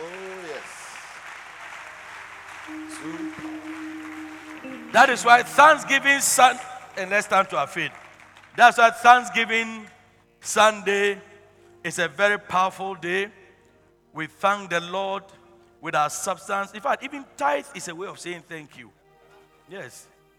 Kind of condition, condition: setting, large echoing room